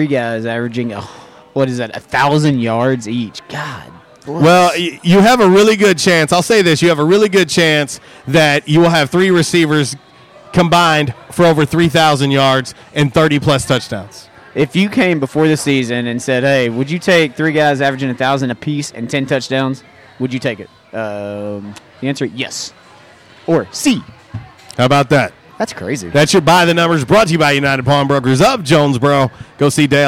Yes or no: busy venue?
yes